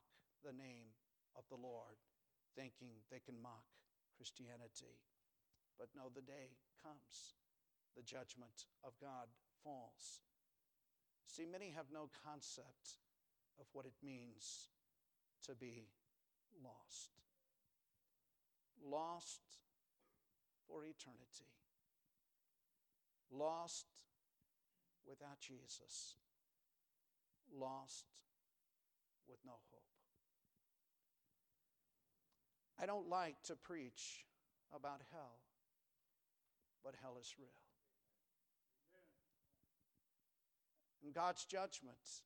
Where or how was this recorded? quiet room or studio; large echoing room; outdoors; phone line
large echoing room